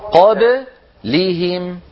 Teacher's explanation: انتبه إلى حرف القلقلة لا تجعله مكسورا